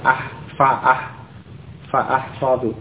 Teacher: Fa ahfadu ya, hamzahnya diucapkan ah fa ah fa ahfadu, bukan fa ahfadu tapi fa ahfadu. Hamzahnya qat'i, harus diucapkan fa ahfadu.